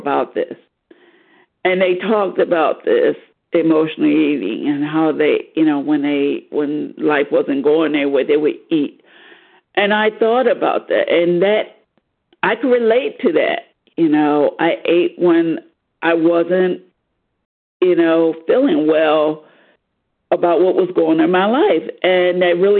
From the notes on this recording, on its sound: 100 Pounders Phone Meeting.